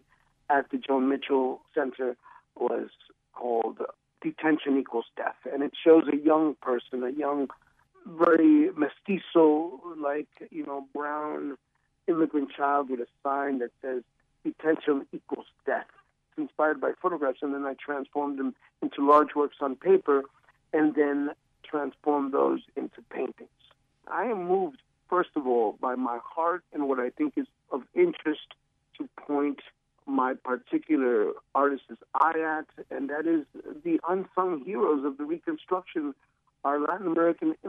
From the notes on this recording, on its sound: He joins us by phone.